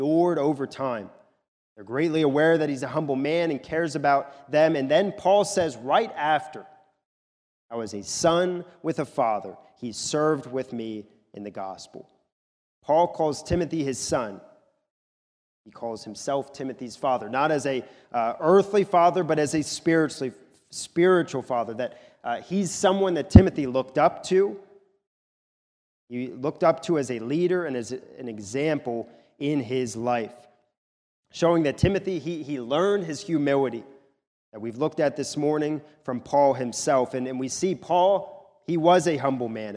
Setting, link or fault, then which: setting, large echoing room